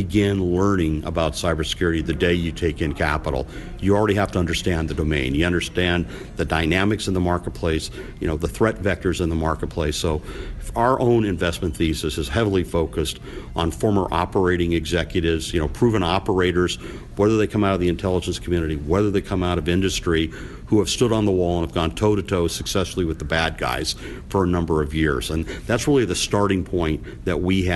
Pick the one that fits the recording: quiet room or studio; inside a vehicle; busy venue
busy venue